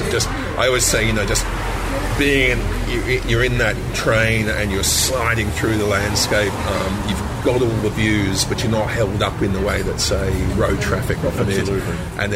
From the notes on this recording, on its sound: outside a Rokeby Road cafe